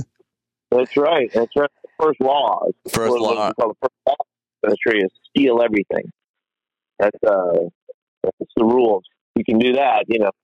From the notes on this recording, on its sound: Phone interview.